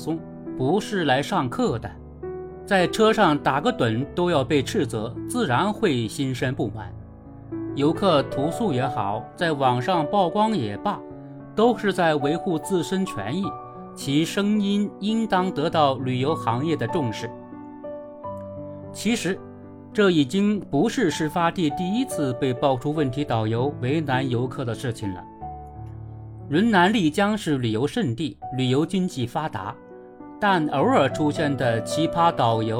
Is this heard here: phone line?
no